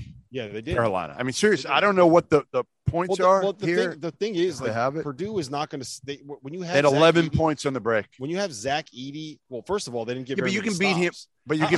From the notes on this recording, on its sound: LIVE from the floor of the Mohegan Sun Arena